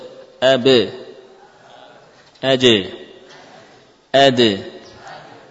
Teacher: Suara qalqalah adalah persis sama dengan suara vokal e.